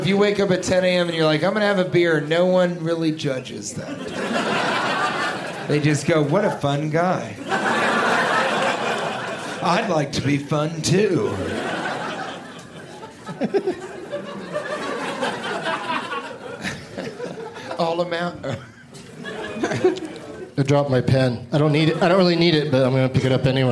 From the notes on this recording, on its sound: Live from Comedy Works in Denver, CO